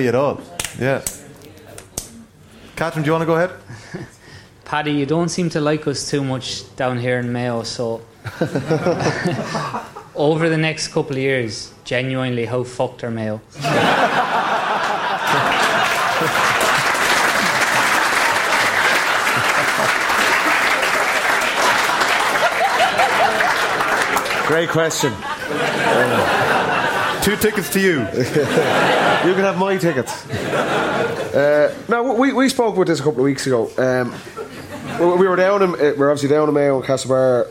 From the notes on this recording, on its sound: TFP LIVE in Dublin. Live from Kilmacud Crokes GAA Club.